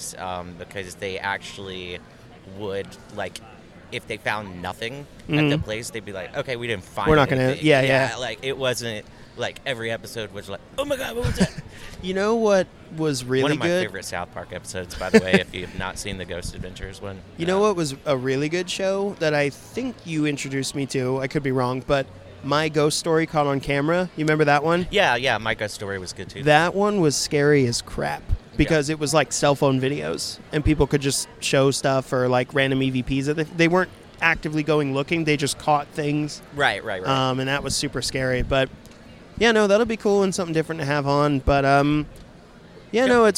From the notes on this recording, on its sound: Midnight Terrors Live from SC Horror. SC Horror Convention in Columbia, SC. While the guys chilled at their table, they busted out the recording device.